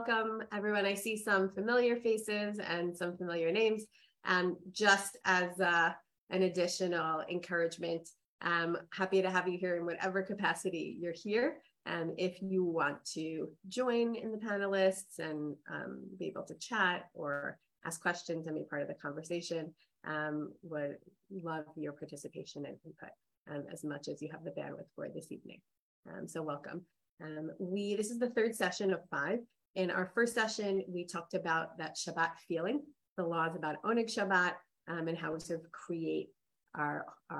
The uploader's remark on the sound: This audio was originally captured from Zoom